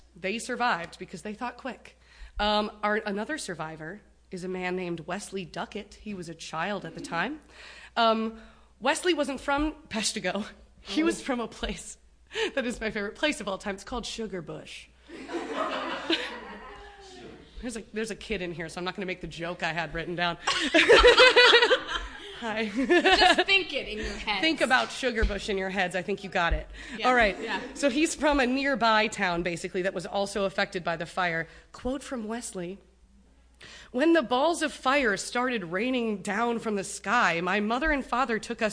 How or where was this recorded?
busy venue